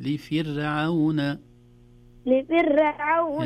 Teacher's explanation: الراء مرققة، ليست لفرعون، لفر. قالوا لفرعون، اقرأها كذا، قالوا لفرعون، لفر بطرف اللسان، لفرعون لفرعون.